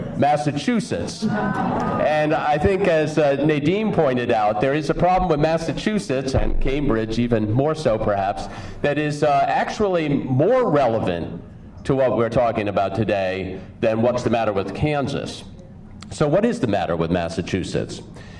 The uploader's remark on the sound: Spoke at the Building Sustainable Security Conference November 21st. Audio recording by Werner Grundl.